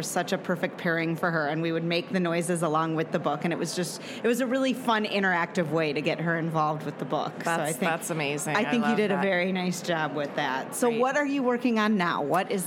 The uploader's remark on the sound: Live from the 25 ALA Interview